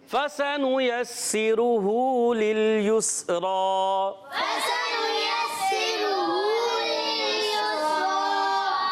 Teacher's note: रा की अदायगी पुर होगी, रा पर खड़ा जबर है, रा पर जब पेश आ जाए, जबर आ जाए, खड़ा जबर आ जाए, उल्टा पेश आ जाए, रा को पुर पढ़ते हैं।